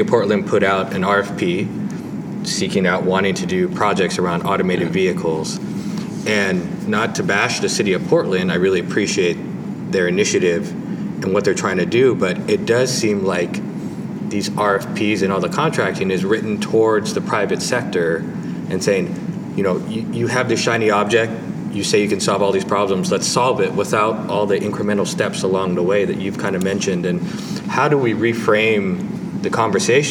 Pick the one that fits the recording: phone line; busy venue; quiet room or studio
busy venue